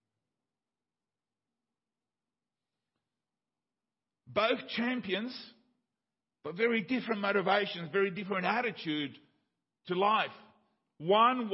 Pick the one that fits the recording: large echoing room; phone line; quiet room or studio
large echoing room